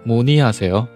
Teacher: 第一个字，收音没有了，读무